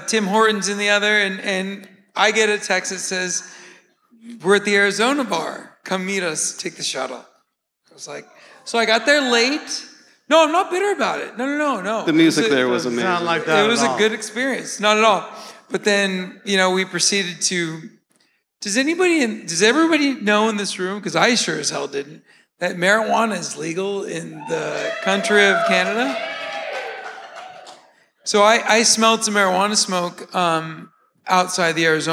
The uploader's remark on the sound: live from the stage at the Rec Room